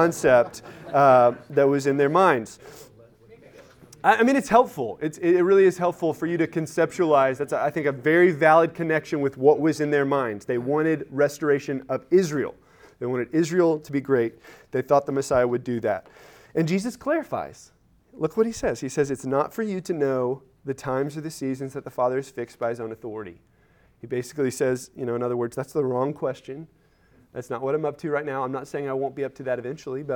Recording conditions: large echoing room